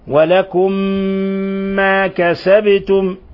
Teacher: ونلاحظ قلقلة الباء، ونلاحظ أيضا إظهار الميم الساكنة عند الواو، ما كسبتم، ولا ميم الساكنة جاء بعدها الواو أشد حالات الإظهار، بل من أشد حالات الإظهار، فنظهر الميم الساكنة ولا نضغط عليها ولا نخفيها ولا يعني إنما نظهرها نبينها نسكنها، نعم، لأنها مظهرة.